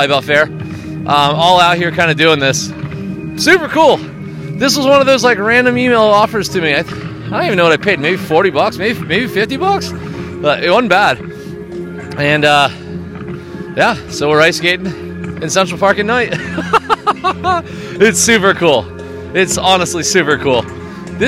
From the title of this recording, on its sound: Sound Bath Ice Skating Central Park At Night